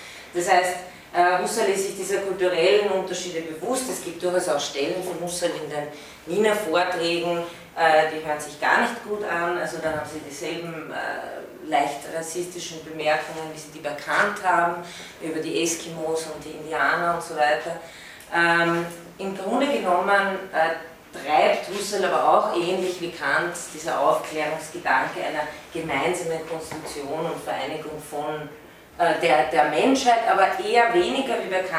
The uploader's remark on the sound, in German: von Studierenden aufgezeichnet